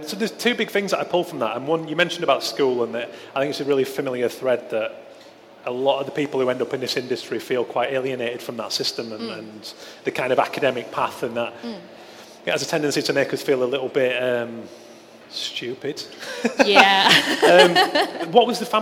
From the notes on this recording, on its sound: Live - D&AD New Blood Fest. In front of a live audience at D&AD New Blood Festival.